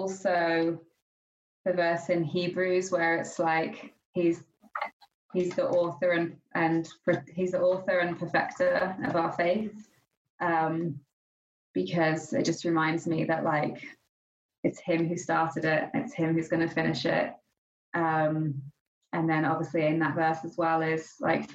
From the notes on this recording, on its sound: We'd like to apologise in advance for the lower sound quality and also the noises that happen as apart of recording over the internet.